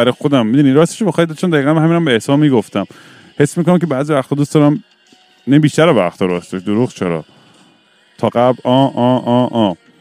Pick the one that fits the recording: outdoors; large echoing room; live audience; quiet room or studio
outdoors